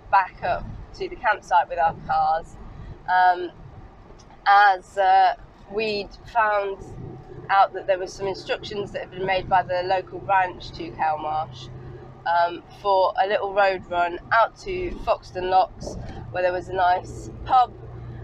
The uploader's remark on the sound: all recorded from my 1968 Morris Minor, Peggy.